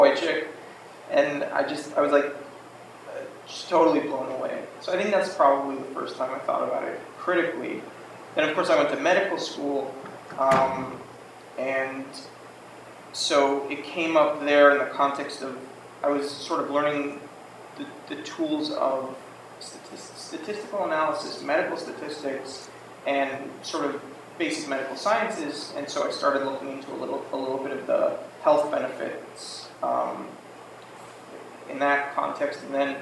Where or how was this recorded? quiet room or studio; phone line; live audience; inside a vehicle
live audience